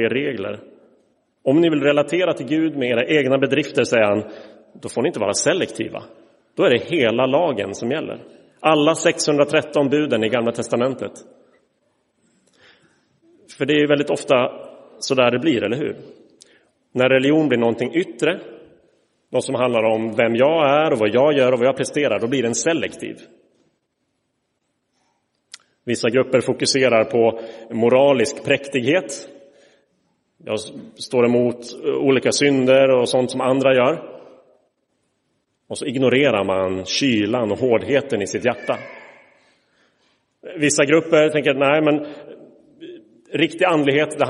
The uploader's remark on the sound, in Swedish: Inspelad i Roseniuskyrkan